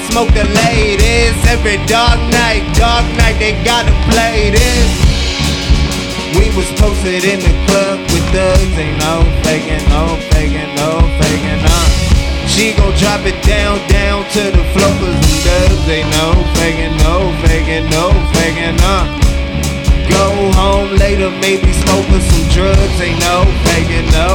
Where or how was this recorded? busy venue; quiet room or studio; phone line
busy venue